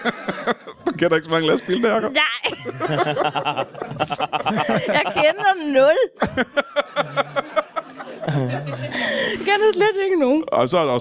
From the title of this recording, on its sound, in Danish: LIVE fra HCA Festivals